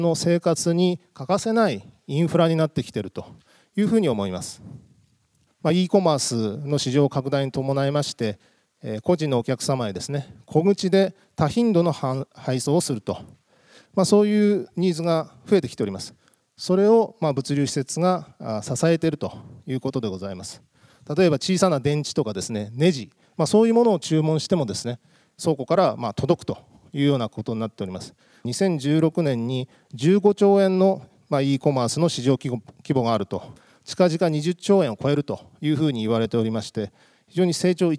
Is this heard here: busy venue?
yes